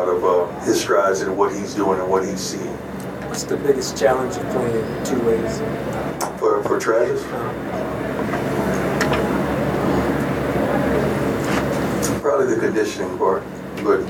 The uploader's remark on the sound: Buffaloes blitzed at the Rose Bowl: Post-game press conference.